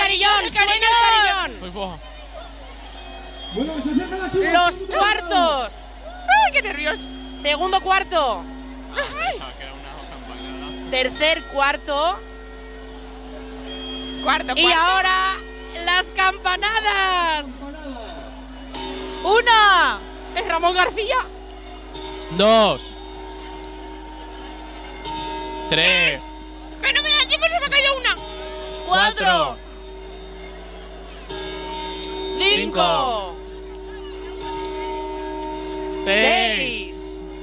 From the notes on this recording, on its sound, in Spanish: Nos hemos tomado las 'pre-uvas' en directo desde nuestra particular Puerta del Sol, en la Plaza del Jardín de La Almunia.